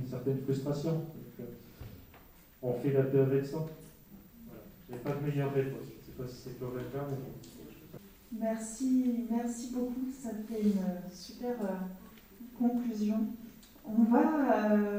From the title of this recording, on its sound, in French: Table-ronde en public